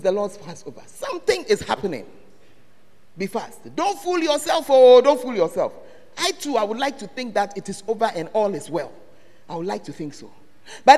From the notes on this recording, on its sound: Preached at the Word Alive Service